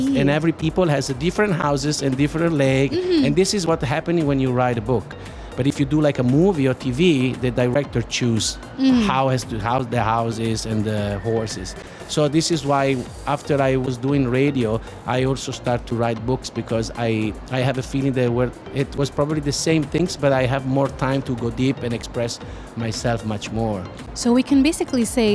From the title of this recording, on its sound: Live from SIBF 2022